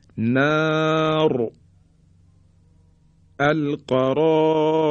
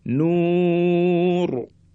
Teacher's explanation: نار را ساکن قبل از اون الف کشیده است الف مدیه زمانی که میخوایم را رو ساکن تلفظ بکنیم دیگه را تفخیم و درشت تلفظ میشه